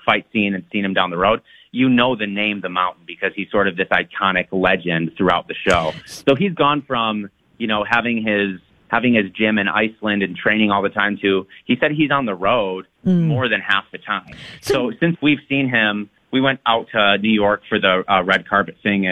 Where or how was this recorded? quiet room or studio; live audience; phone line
phone line